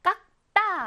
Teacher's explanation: 깍의 받침이 쌍기역이죠. 기역 받침으로 소리가 납니다